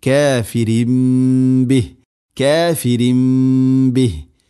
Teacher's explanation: തൻവീന് ശേഷം ബ, ഇഖ്ലാബ്, തൻവീനിനെ മീമാക്കി മാറ്റണം, അതാണ് ഇഖ്ലാബ്.